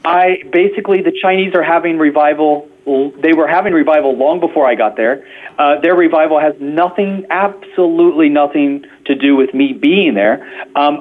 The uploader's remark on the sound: Modern technology allowed us to connect on the phone for the interview, even though he was on a cell phone, thousands of miles away on the border of Turkey. Both his message and the phone signal were powerful, delivering a crystal-clear voice from the workings of God.